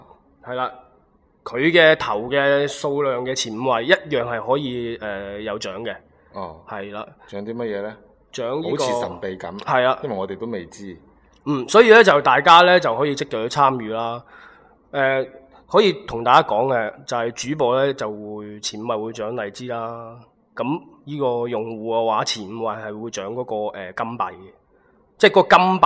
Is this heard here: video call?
no